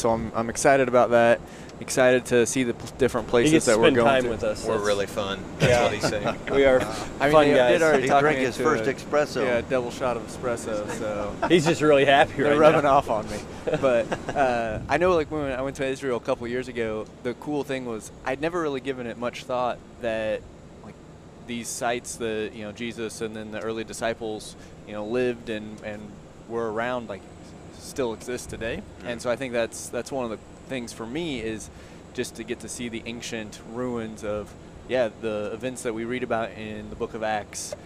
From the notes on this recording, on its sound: Join us as we take our podcast on the road by recording the first episode from our Expedition Greece series in the van.